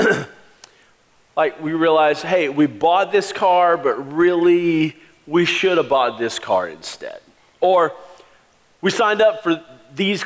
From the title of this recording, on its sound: Christmas Eve Service 2016